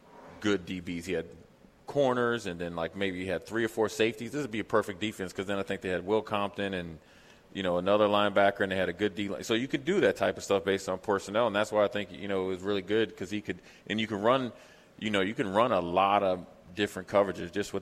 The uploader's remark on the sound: LIVE from Mary Ellen's